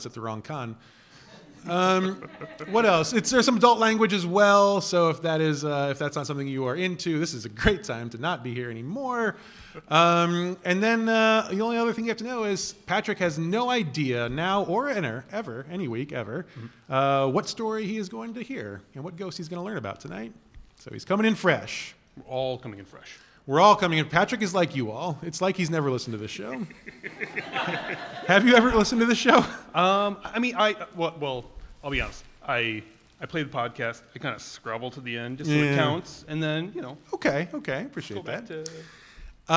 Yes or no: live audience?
yes